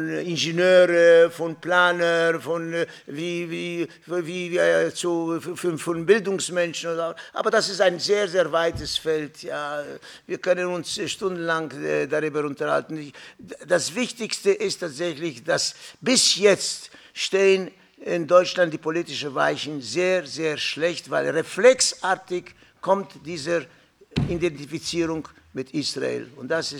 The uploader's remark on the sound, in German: Rohaufnahme der Attac-Veranstaltung. Im Ökumenischen Bildungszentrum Sanctclara in Mannheim.